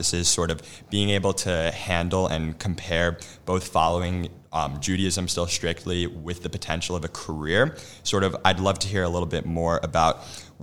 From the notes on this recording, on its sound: LIVE from International Convention 2023